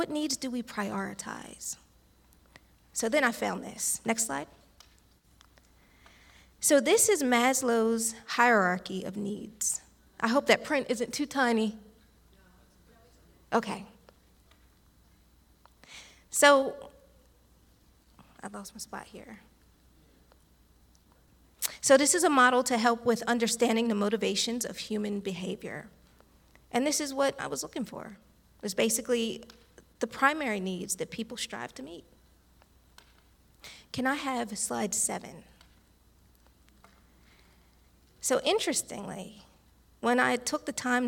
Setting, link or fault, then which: setting, large echoing room